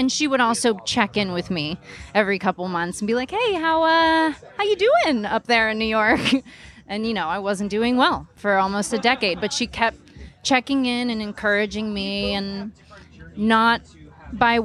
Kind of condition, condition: setting, busy venue